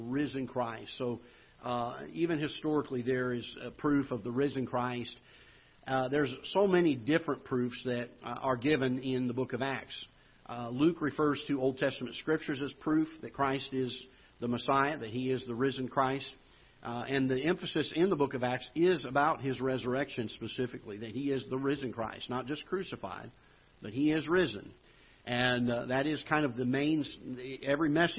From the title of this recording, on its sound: Ketha Heights Baptist Church ~ Live Broadcast